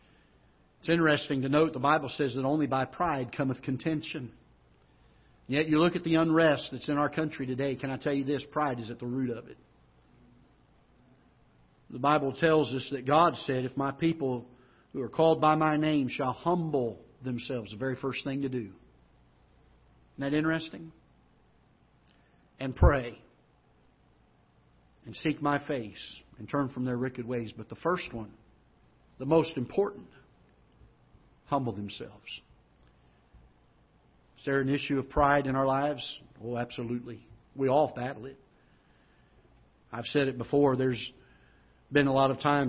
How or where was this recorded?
large echoing room